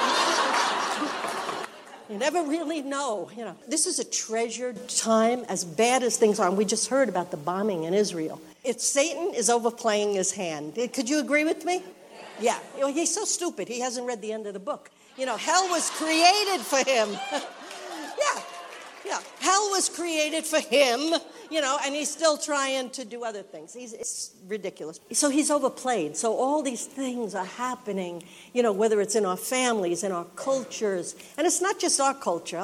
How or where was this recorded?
live audience